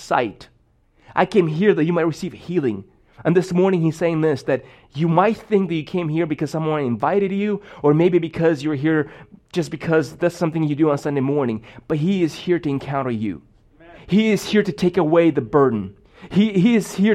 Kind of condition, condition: setting, large echoing room